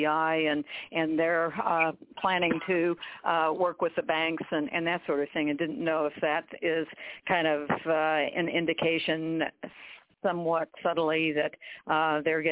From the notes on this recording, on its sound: TNTSuperfantastic Conference Call